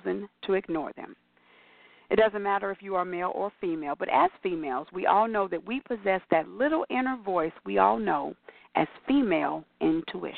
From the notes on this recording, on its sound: your phone calls, comments, questions